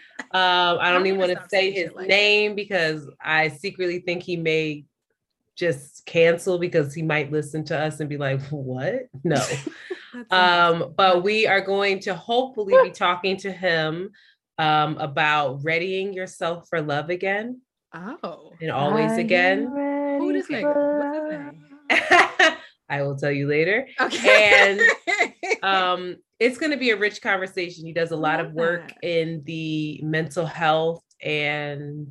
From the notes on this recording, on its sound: Technology hated on us again and we had to use zoom audio